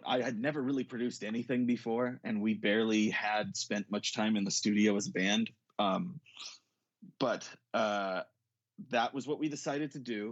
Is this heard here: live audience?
no